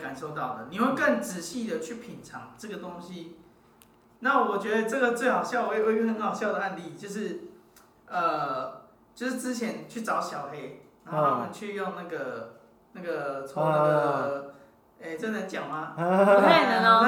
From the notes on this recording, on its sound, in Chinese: 錄音地點｜ 藍色咖啡館 108台北市萬華區大理街131號。